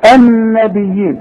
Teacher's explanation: النون المشددة لازم تغن، النبيين بص فوق اليه فيه يه كمان فوقها صغيره علشان تمدها حركتين.